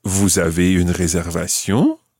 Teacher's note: Raising your voice at the end, just using the statement form